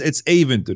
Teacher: The emphasis is on the first syllable.